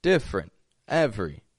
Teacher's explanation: we're dropping a vowel from the middle, and we're just making it two quick syllables. Nice quick sound.